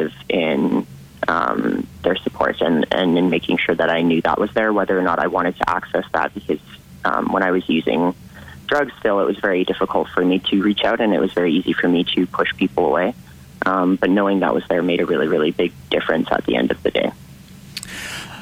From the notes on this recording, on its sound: on the phone